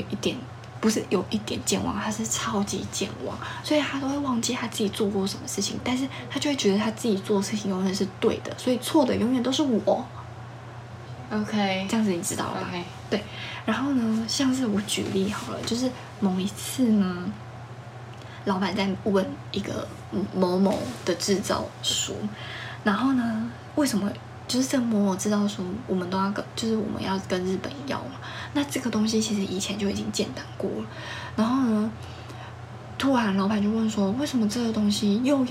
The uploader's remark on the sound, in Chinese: 這集聲音有點小聲。